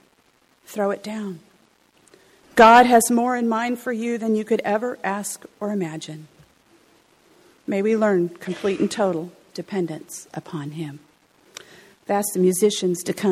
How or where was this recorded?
large echoing room